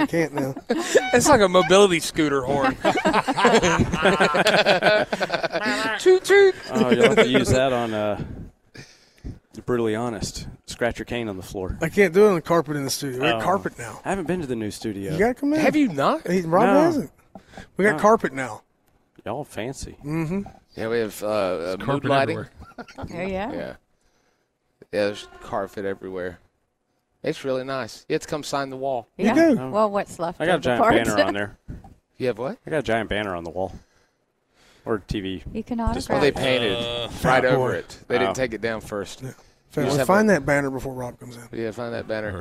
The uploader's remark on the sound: LIVE FROM LEO SANTA 2023